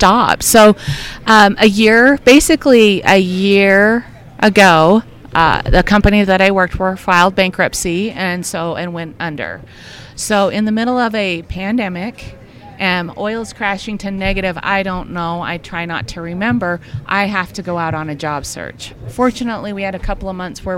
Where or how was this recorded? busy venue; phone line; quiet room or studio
busy venue